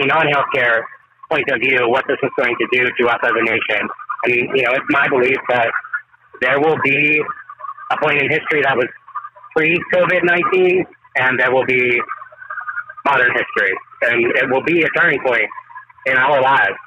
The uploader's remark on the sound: The audio is a little rough due to circumstances